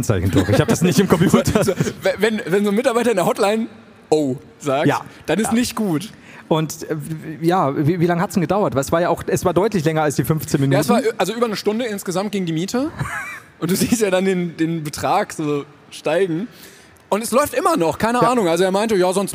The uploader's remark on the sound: LIVE in Hamburg